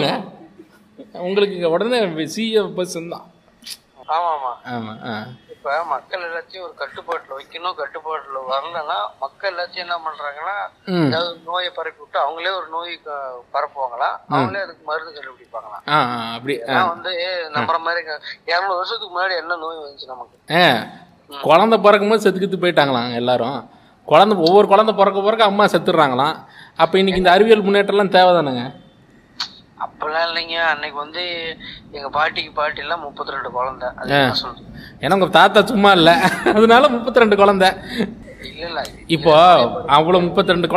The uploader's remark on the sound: in a phone call